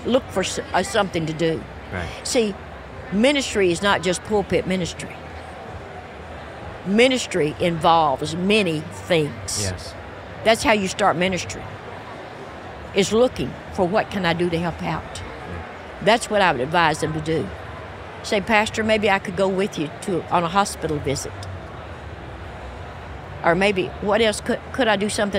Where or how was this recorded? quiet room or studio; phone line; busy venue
busy venue